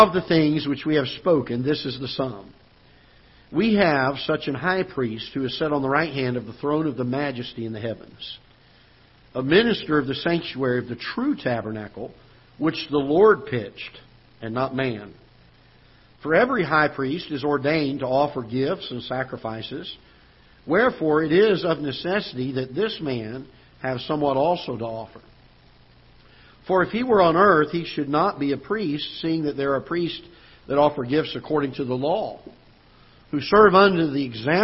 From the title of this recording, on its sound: Ketha Heights Baptist Church ~ Live Broadcast